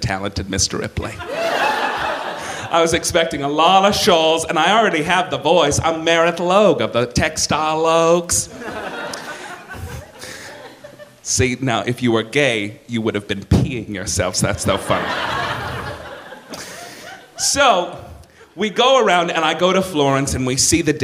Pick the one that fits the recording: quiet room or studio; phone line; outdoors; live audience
live audience